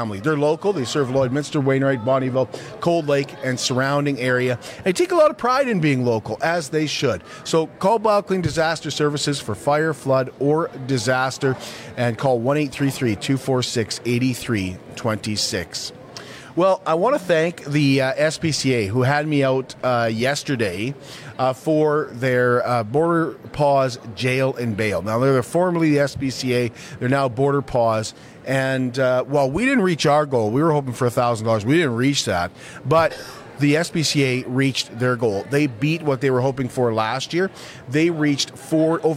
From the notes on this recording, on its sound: go live from the Border City Farmers Market "Christmas Market" at the Servus Sports Center